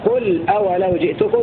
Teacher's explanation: بضم القاف وسكون اللام بدون ألف هكذا: قل أولو جئتكم، على أنه فعل أمر.